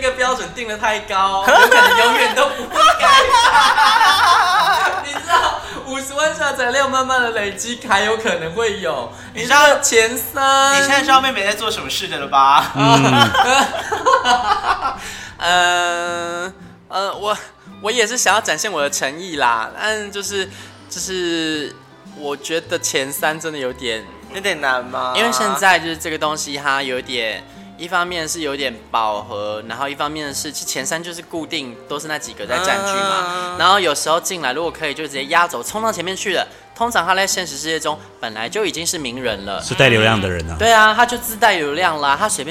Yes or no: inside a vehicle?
no